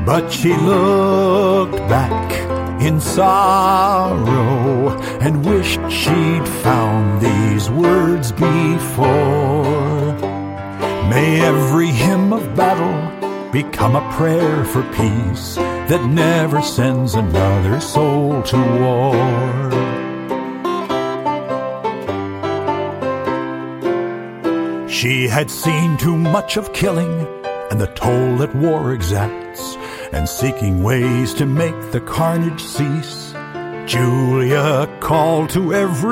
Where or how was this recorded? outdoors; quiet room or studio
outdoors